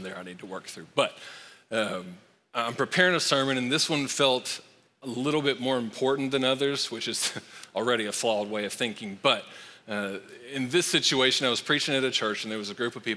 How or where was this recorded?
large echoing room